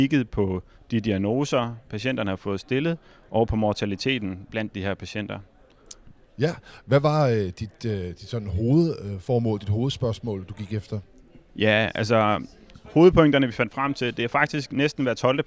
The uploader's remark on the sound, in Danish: Forskningssymposium 2022. Denne gang helt fremme på scenen, hvor vi med vores podcastudstyr fangede alle talerne.